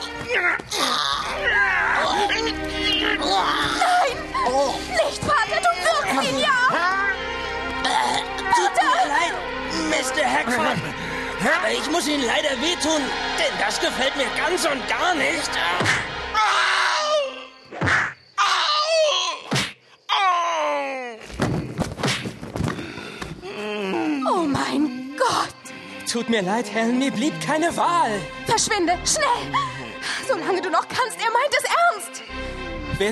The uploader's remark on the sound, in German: Herausgeber: Lauscherlounge. Ein Live-Hörspiel, aufgenommen in der Alten Kantine, Kulturbrauerei Berlin.